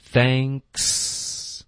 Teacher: 所以连续三个辅音，我们有一个后鼻音，有一个 k，也有一个 s